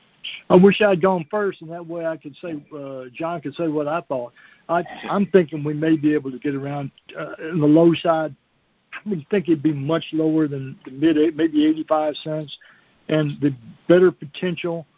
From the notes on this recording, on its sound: Monthly Conference Call